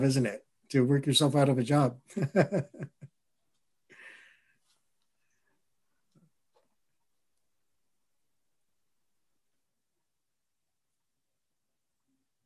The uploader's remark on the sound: a recording of a Facilitator M webinar